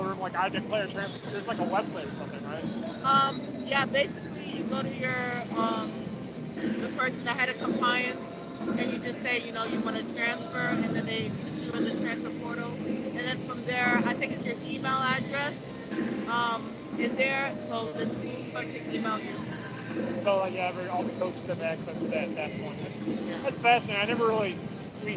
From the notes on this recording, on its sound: record live from Cleveland State’s VIKEtober basketball showcase